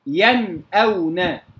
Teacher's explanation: ينأونا بإظهار النون الساكنة وإظهار الهمز بعدها كما قلنا في تعريف الإظهار في لما قال اصطلاحا إخراج كل حرف من مخرجه من غير غنة في المظهر.